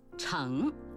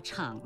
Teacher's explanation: 这个字本应该读阳平 · Shown in: first take